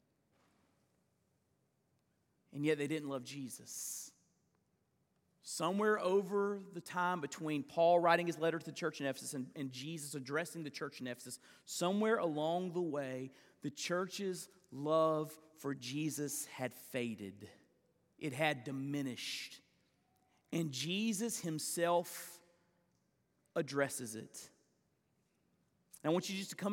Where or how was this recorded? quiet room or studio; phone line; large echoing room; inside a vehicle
large echoing room